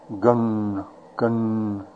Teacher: Short A is very short, like the U in butt, but even shorter. And the N is cerebral or retroflex, with the tongue curled back against the roof of the mouth. So we have gun, gun, gun, like having no vowel and with the tongue curled back, touching the roof of the mouth. · Term: cerebral N